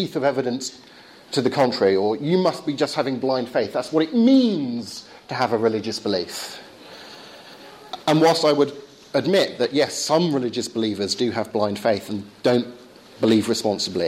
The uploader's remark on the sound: Lecture delivered at Belgrade University Philosophy Department, October 2011.